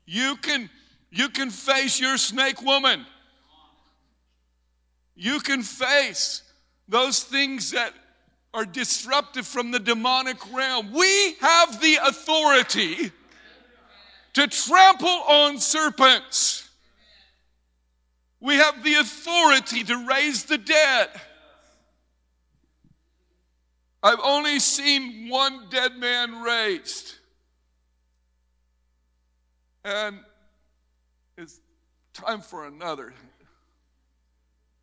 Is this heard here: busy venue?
no